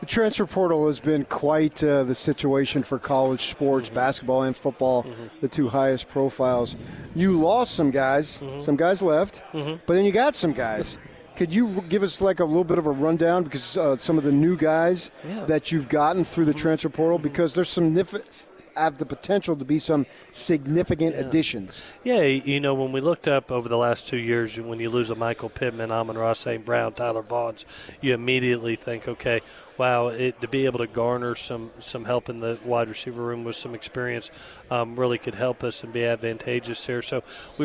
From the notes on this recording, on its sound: Spoke with The Zone on Tuesday afternoon LIVE from Pac-12 Media Day in Los Angeles, CA.